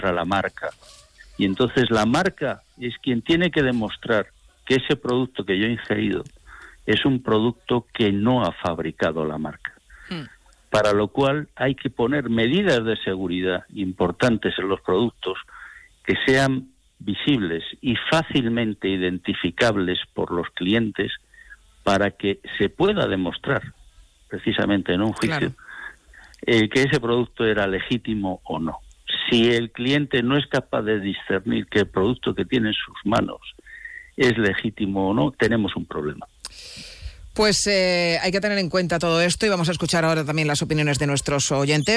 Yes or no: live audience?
no